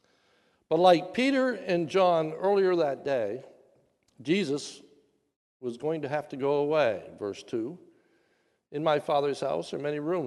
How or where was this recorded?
large echoing room